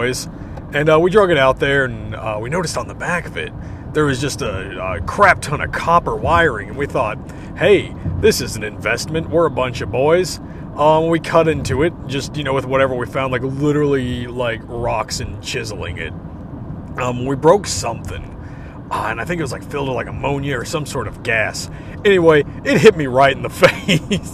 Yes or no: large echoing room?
no